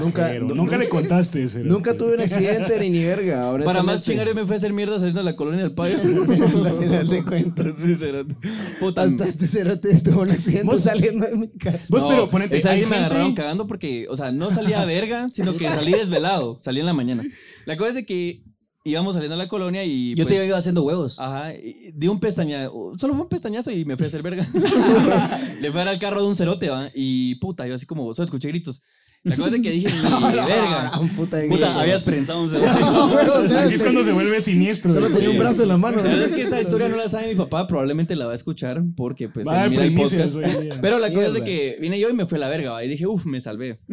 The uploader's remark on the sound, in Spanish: el episodio de esta semana lo grabamos en vivo en Panorama Cuatro, restaurante en la Antigua Guatemala